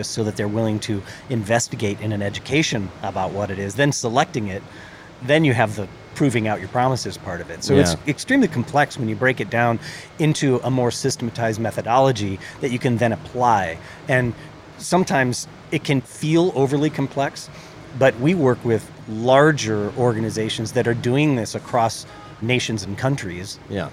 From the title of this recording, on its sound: Indie Colorcast Live at The LINE Hotel